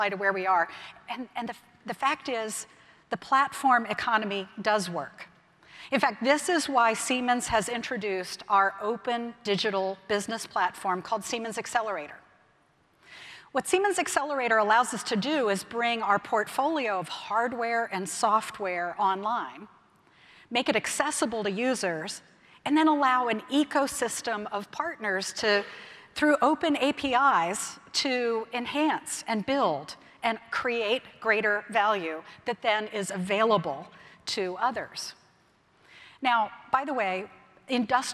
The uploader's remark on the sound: keynote speech from May’s Automate conference in Detroit